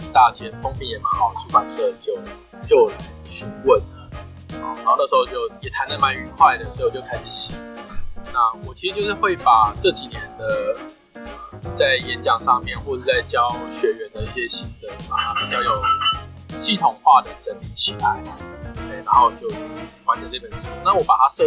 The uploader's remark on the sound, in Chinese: 本集音檔為 2019 年錄製，錄製時收錄較多環境雜音，已降噪處理加上背景音樂